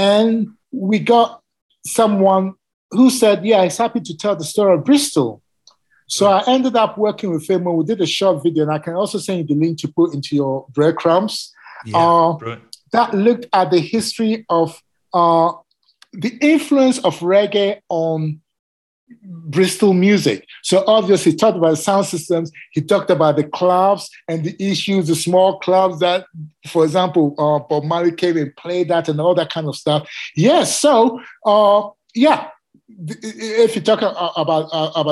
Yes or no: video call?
yes